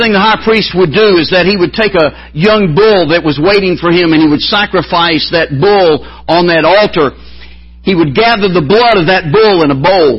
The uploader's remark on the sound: MBC Spiritual Renewal Service Morning Service